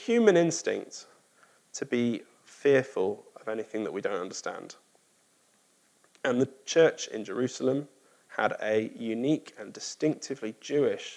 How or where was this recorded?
large echoing room